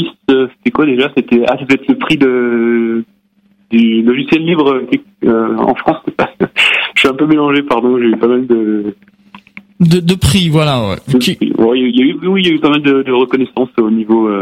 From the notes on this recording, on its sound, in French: Médiateur scientifique et conférencier au planétarium du Musée de l'Air et de l'Espace (par téléphone).